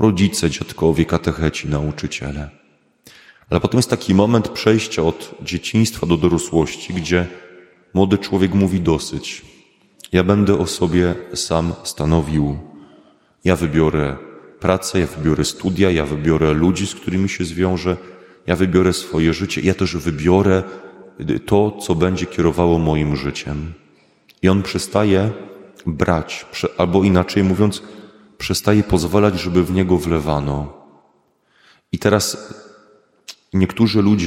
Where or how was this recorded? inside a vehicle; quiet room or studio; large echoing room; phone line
large echoing room